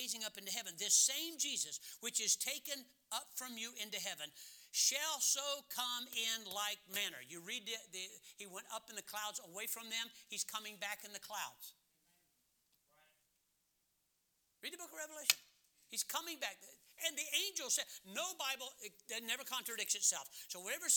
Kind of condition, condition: setting, large echoing room